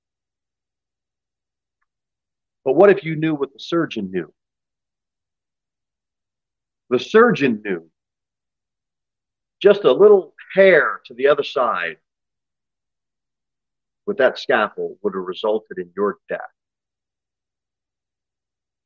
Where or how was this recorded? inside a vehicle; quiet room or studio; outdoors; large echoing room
large echoing room